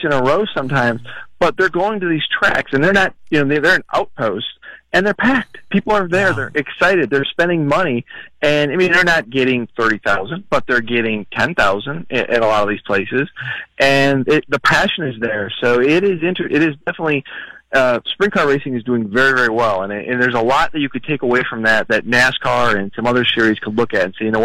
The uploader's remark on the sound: The guys call in to the Croatian Hall in South St.